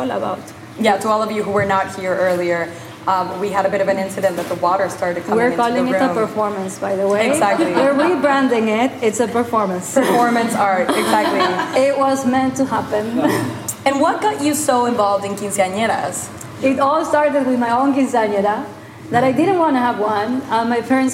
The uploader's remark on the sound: Currently on show at Faena Art Project Room in Miami, where this episode was recorded to a live audience.